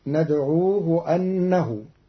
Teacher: قرأ قالون كلمة إنه بفتح الهمزة، فتصير ندعوه أنه على التعليل أي لأنه.